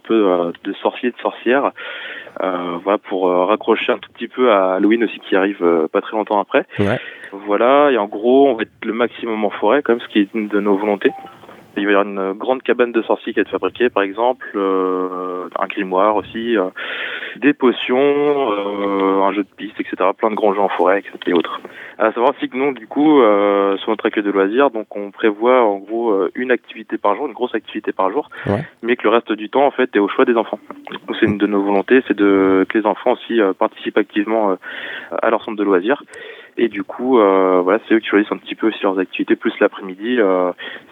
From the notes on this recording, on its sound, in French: Nous avons reçu (par téléphone) au micro de Timbre FM.